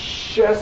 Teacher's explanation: So for example, a sh sound, what I'm doing is I'm constricting my tongue almost against the top of the palate, but not quite completely. So the air is being pushed through a very narrow passageway.